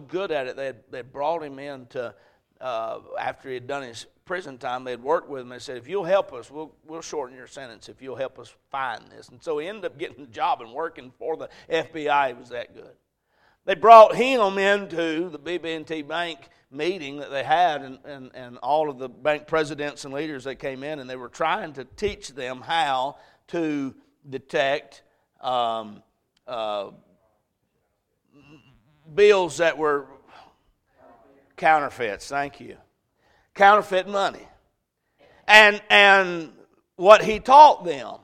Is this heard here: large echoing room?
yes